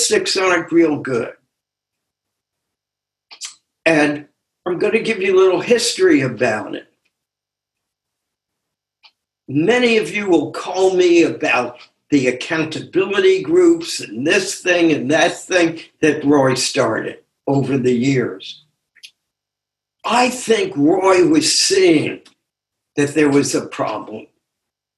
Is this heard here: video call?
yes